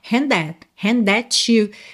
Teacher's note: O hand com that você junta num som só.